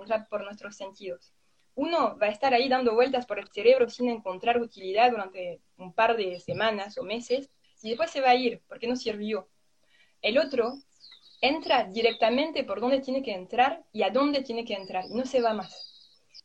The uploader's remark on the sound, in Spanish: Audio de la charla en vivo por Instagram